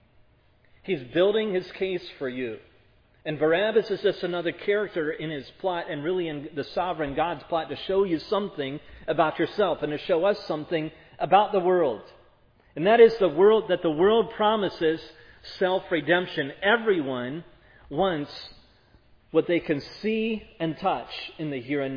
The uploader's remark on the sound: This sermon was preached at Providence Church on August 21, 2022.